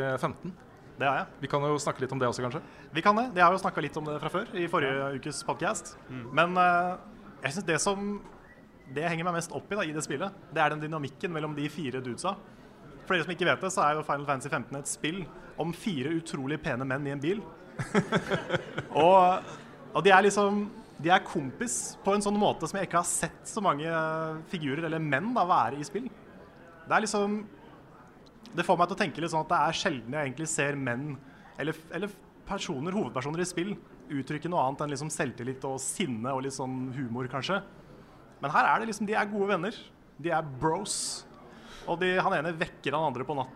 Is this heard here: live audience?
yes